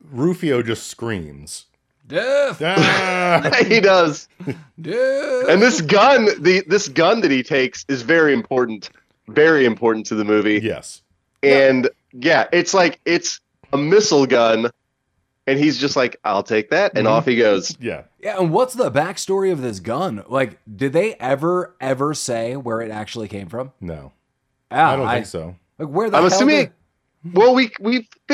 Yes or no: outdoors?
no